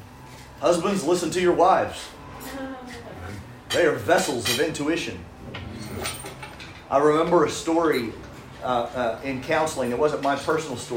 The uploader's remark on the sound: This is a recording of a recent live event which was a private dinner of about 25 business people in Brisbane. You will hear some background restaurant noise.